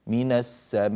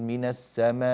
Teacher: في الوقف على من السماء هنا عندنا يعني إذا وقفنا عندنا همزة، وهذه الهمزة ساكنة بسبب الوقف، فلا بد، وقبلها حرف مد، فلا بد من أن يكون هناك ضغط قبل الانتقال إلى صوت الهمزة · Shown in: first take · Term: نبرا